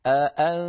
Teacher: هذه همزة محققة قوية وفيها ثقل، يعني الهمزة الواحدة ثقيلة، فما بالك إذا اجتمع همزتان في نحو قوله تعالى أأنذرتهم.